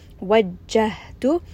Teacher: ha is going to be from the chest, so make sure you give it a little bit of air.